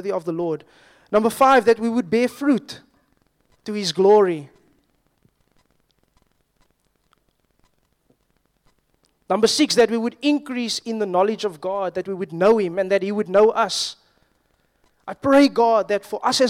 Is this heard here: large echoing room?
yes